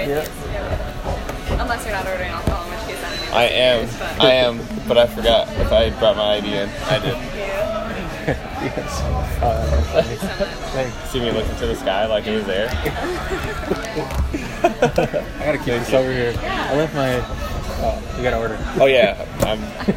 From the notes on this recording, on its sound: live from Pub 819 in Hopkins